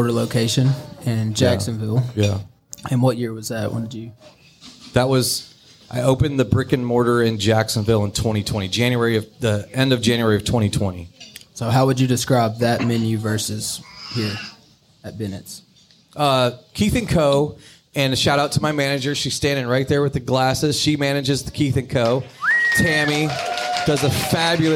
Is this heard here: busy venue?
yes